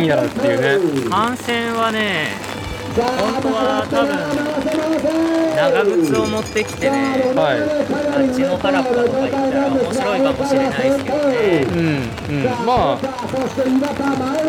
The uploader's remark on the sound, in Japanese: 屋外収録「東海シクロクロス開幕戦 おおが城山公園 ※ME1ノーカット無修正版」。